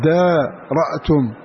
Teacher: قال وإنما حذف دون همز وصل استغناء باللفظ، فنحن نقرأها هكذا فدارأتم استغناء باللفظ، فنحن نقرأها بالألف دارأتم، نقرأ بالمد دا ونقرأ بالهمز رأتم